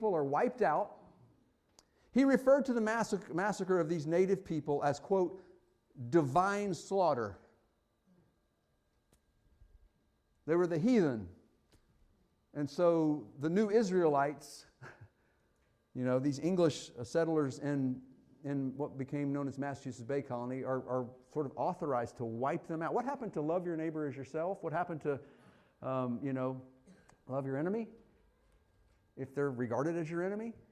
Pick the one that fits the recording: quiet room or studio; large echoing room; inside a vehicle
large echoing room